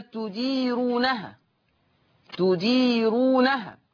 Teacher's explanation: هذه الراء مرققة، تديرونها، لأن الراء مضمومة ومسبوقة بياء مادية